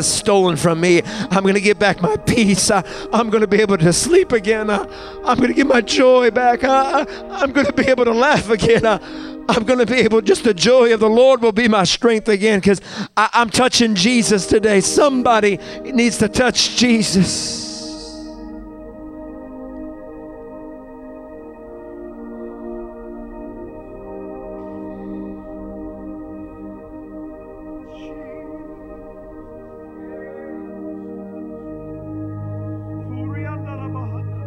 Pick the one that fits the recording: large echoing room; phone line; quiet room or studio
large echoing room